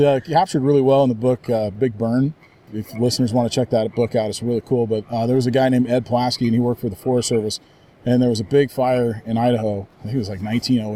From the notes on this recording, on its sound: Today on the First 40 Miles, we’re on site at Heather Lake in Washington State